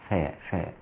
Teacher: الفاء مخرجها من بطن الشفة السفلى مع أطراف الثنايا العليا، فاء فاء حتى لا تختلط بحرف آخر. · Term: حرف الفاء